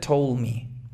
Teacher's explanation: La D no alcanza a sonar muy enfática.